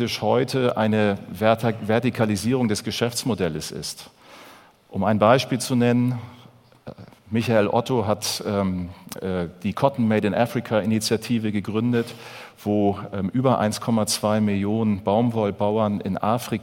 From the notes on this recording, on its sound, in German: in seinem Vortrag auf dem auto motor und sport Kongress 2019